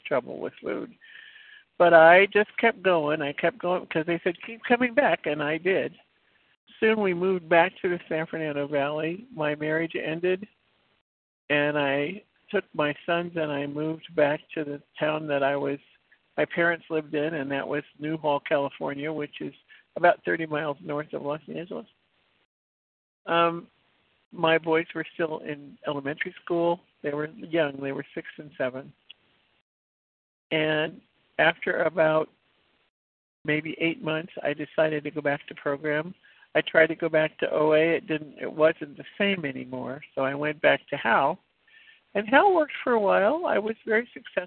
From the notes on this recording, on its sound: from the 100 Pounders Phone Meeting